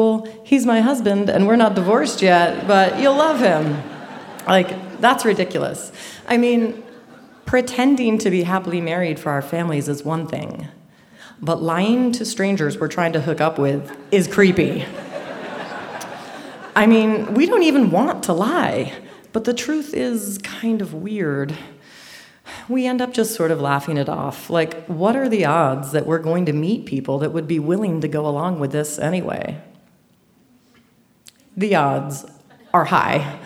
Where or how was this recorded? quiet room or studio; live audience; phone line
live audience